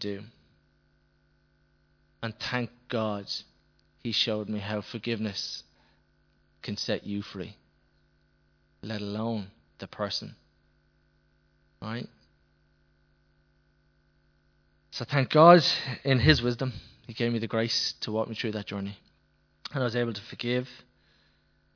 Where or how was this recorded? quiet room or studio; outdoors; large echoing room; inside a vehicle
large echoing room